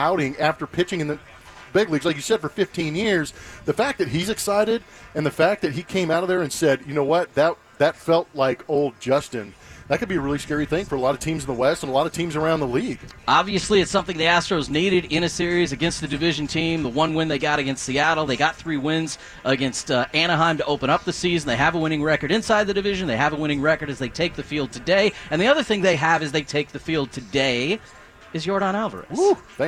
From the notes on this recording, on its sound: live from Lucky's for the Astros home opener!